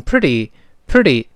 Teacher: 在长速朗读的时候呢，我们都读成 pretty，pretty，中间那个字母 t 会轻轻浊化一下